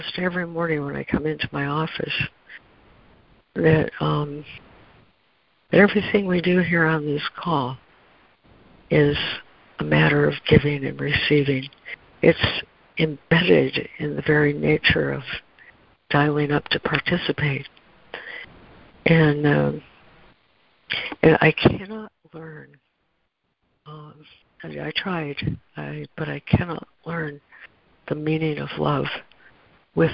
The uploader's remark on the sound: ACIM Daily Conference Call